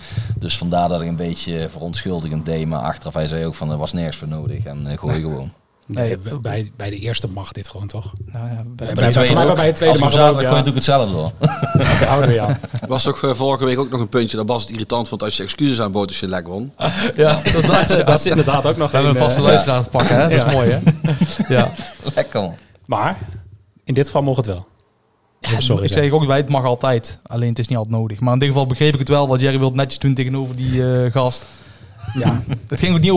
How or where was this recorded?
busy venue